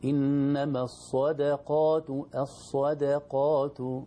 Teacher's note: الدال المرققة بين الصاد قبلها والقاف بعدها